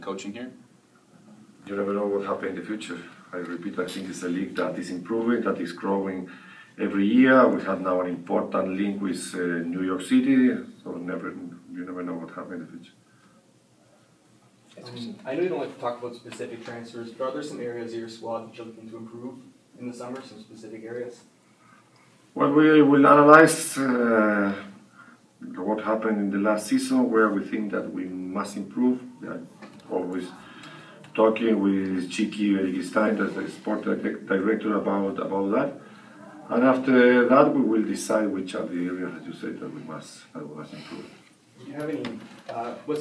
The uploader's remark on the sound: Press conference at BMO Field. Spoke with reporters before their friendly against Toronto FC of MLS at BMO Field.